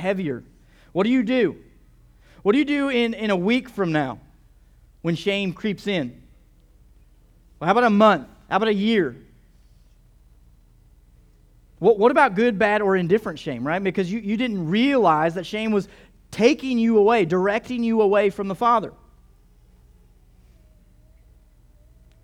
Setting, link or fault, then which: setting, large echoing room